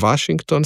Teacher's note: seveda pa sem izgovoril zobno-ustnični V pred samoglasnikom, ker je to sistemsko pravilo za slovenščino in seveda ta ton sem ohranil zaradi sklanjanja.